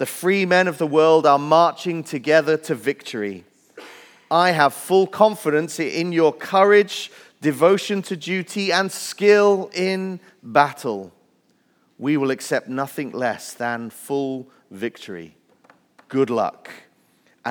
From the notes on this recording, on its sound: Message Preached at Valley Creek Church